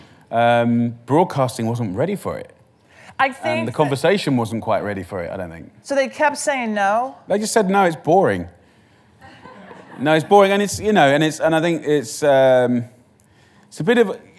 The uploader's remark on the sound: The conversation was recorded on January 7, 2020 in front of a live audience at New York's 92nd Street Y.